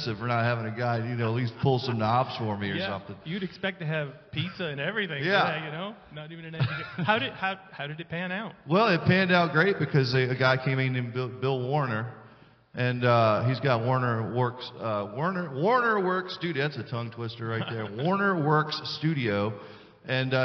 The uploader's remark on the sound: Live from the Shop